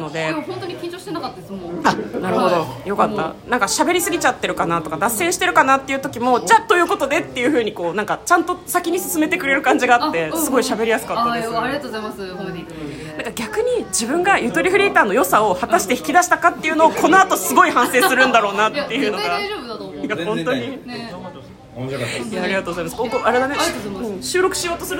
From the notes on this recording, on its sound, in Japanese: 打ち上げ in 鳥亭 白金高輪店。赤ちゃんの声が元気いっぱいの音声となっています。